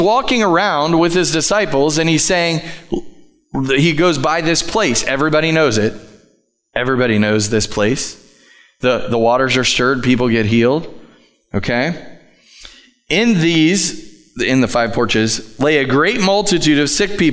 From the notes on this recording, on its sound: Live from The Summit Church in Dover, OH